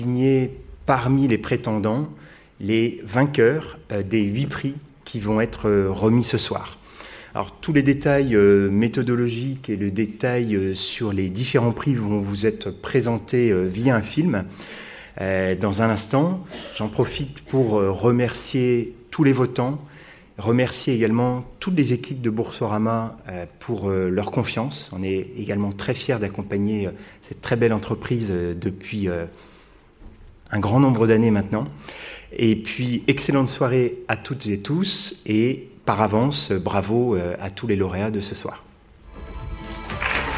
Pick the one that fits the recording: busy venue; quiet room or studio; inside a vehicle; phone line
busy venue